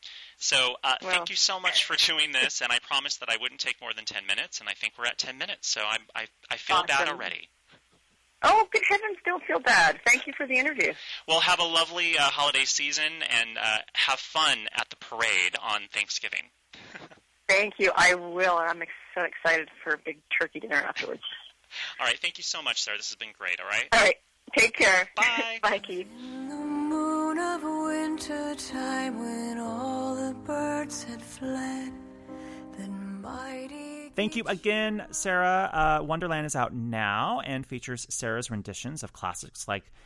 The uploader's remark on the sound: Called.